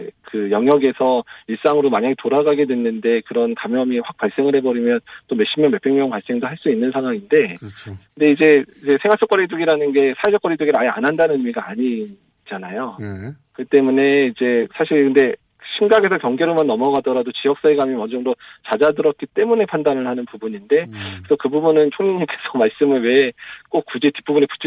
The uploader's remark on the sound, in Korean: 전화연결